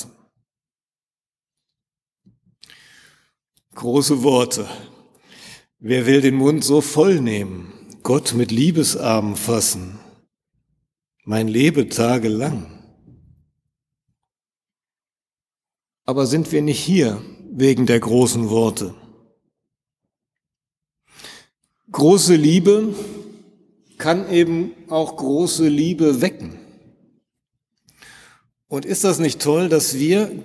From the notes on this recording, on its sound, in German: in der Martin-Luther-Kirche, Detmold im 10 Uhr Gottesdienst